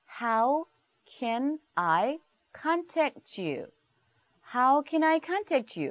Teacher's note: 이것들이 충돌을 해요, 발음을. 그래서 두 개가 붙어서 contact you처럼 연음이 됩니다.